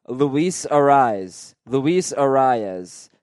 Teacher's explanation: It comes out sounding like one syllable, but there is a subtle mouth movement where you pronounce the second vowel very slightly.